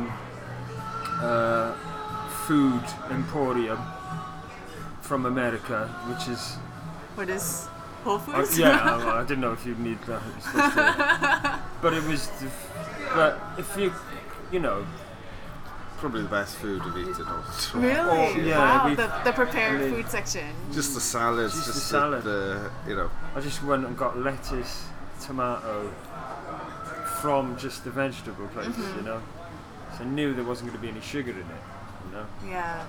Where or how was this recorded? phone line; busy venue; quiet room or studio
busy venue